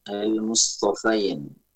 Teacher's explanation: Fa-nya di fathah, bukan Al-Mustafin, bukan di kasrah.